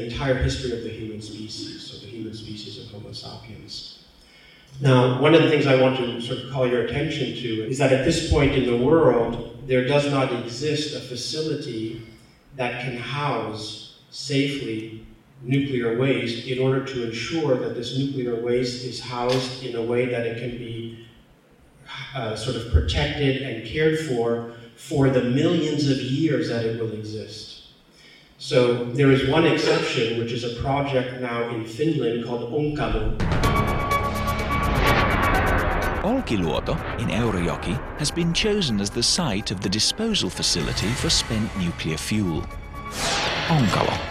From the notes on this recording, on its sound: In this lecture from The Night of Philosophy in 2019 at 05:00 am on October 06 at the New School for Social Research in New York City